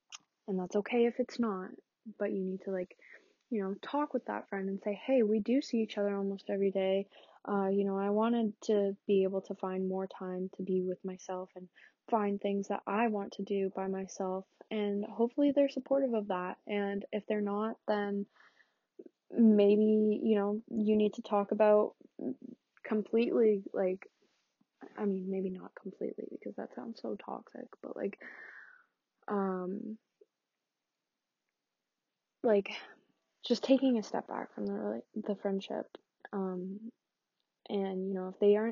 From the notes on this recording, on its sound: Sorry the quality this week isnt great, i recorded on a different platform